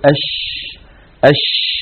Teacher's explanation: نجد بأن الهواء يتدفق مع حرف الشين، فالشين يجري معها النفس · Term: مهموسة